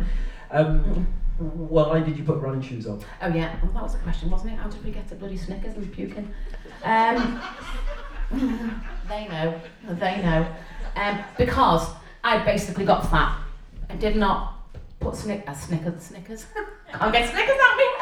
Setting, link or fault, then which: setting, live audience